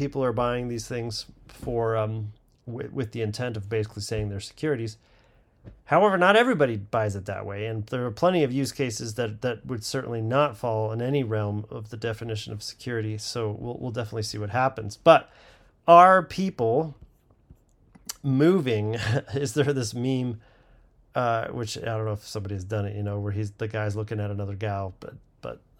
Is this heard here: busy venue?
no